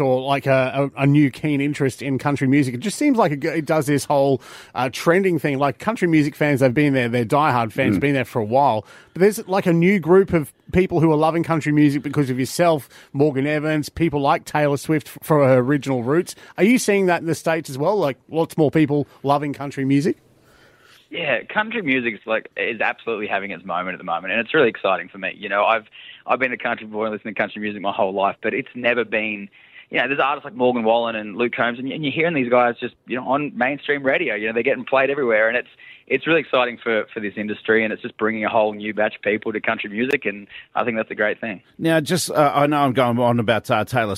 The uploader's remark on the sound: On The Phone From Nashville.